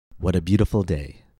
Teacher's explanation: Notice how the T in what is also pronounced with a tap.